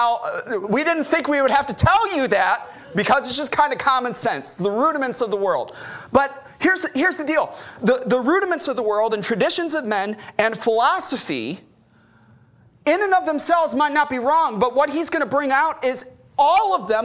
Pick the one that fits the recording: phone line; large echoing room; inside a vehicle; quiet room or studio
large echoing room